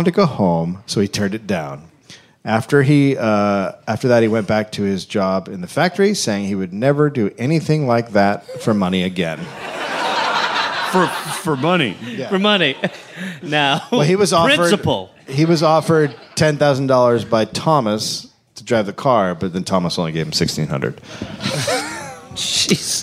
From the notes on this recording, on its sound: Recorded live at SXSW.